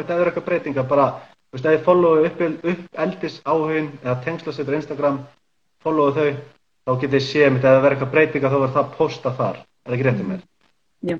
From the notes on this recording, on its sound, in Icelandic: tekið live instagram spjall